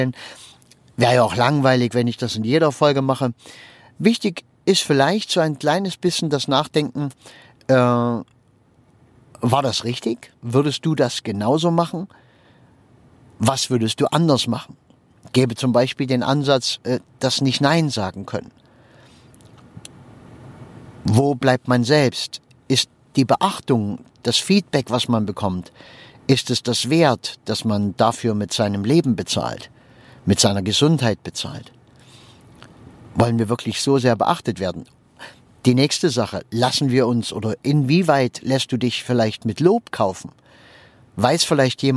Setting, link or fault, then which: setting, inside a vehicle